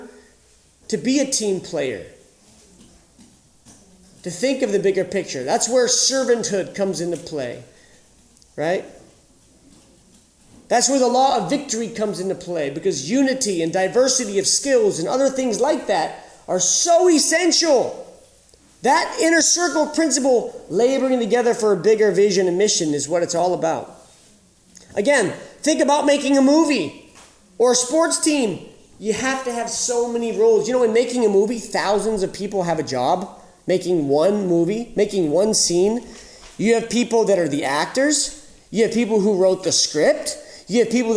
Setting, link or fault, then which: setting, live audience